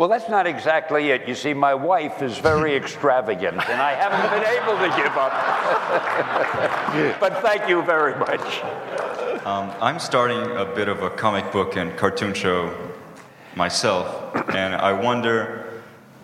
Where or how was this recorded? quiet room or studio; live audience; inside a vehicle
live audience